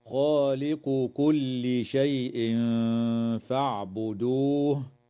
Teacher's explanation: إخفاء حقيقي للتنوين عند الفاء مع الغنة مرققة